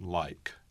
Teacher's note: The word like, for example, the vowel is both an ah and then an e at the end, like. And when we sing, we try to include both sounds. · Term: diphthong